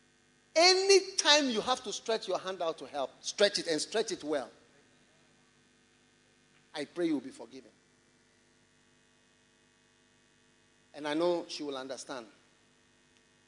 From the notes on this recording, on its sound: Preached at the Experience Service, First Love Church, Accra.